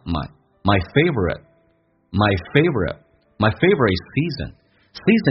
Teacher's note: my 不被强调，很多双元音近似于发单元音，非常的微弱